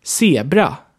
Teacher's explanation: Wie ihr hört, hört man kaum mein R. Ich rolle es kaum, nur irgendwie mit einem Schlag oder so. Also für diejenigen, die schon gut rollen können, die sollten dann üben, nicht so viel zu rollen.